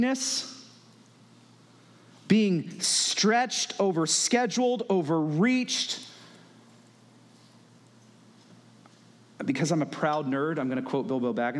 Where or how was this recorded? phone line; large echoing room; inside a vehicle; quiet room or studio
large echoing room